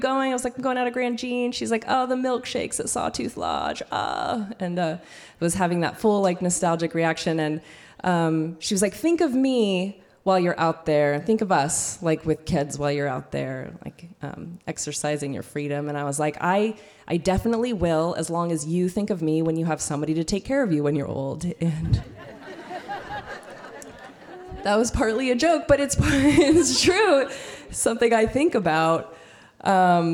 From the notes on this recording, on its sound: Told live on stage and without notes. Starring featured storytellers intermixed with an impulsive story slam of equal opportunity.